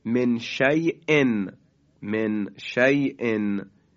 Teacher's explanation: یا در کلمه من شیئن، من شیئن، دقت میکنید که یا ساکن ما قبل مفتوح هست و حرف بعدی رو که در اینجا همزه هست میخواییم ما ساکنش کنیم، یعنی وقف بکنیم، در اون صورت باز مد به وجود میاد به این شکل، من شیئ. · Term: مدلین